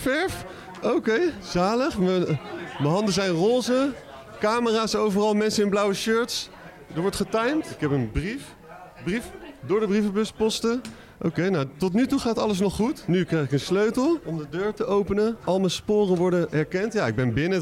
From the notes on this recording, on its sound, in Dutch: Live vanuit de artist village op Lowlands is dit de vrijdagaflevering van LLowcast.